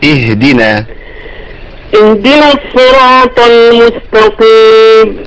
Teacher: بس ما حركش بقى الهاء الساكنه